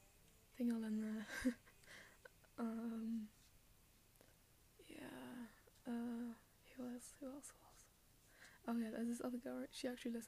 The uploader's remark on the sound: More background noise for you.